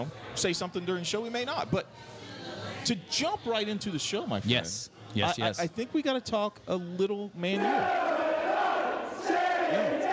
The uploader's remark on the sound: live from Chatham Tap Fishers